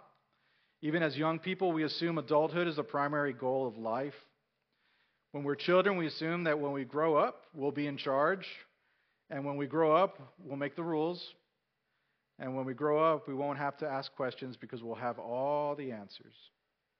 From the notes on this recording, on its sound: Recorded at North Village Church. A non-denominational church in Austin, TX.